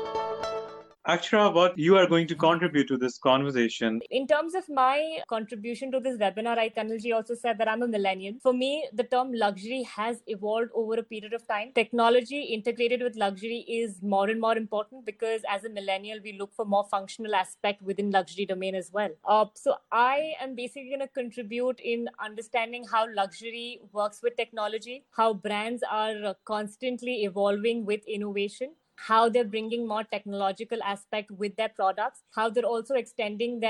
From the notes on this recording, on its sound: This virtual panel discussion